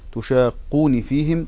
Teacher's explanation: قرأ نافع بكسر النون